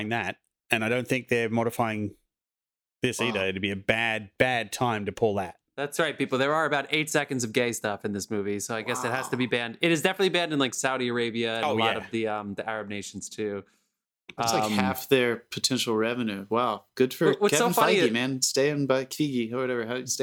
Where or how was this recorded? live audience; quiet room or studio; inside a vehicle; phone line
quiet room or studio